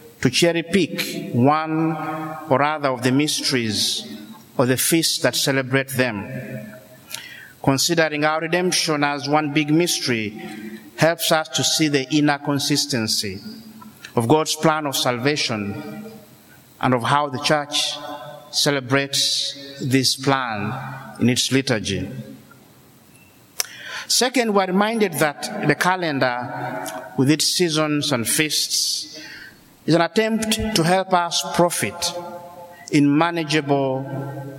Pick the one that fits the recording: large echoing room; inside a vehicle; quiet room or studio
large echoing room